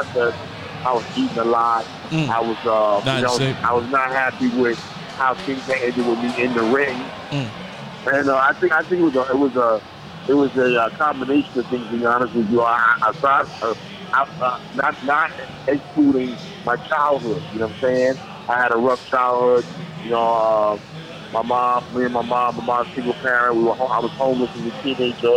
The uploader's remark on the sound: LIVE from Dave & Busters in Glendale, AZ